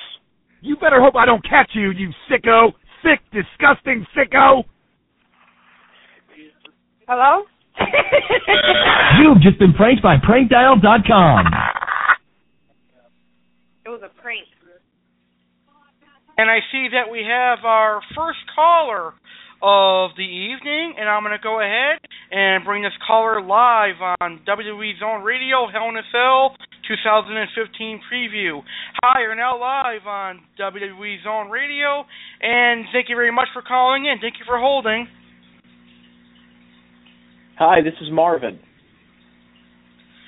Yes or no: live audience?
no